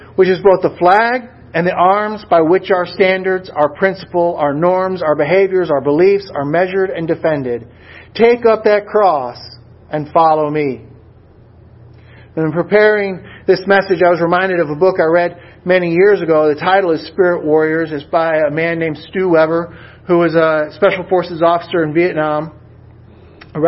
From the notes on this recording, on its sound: A Sermon Delivered at Swordbearer Chapel - VFW 8541, San Antonio, Texas.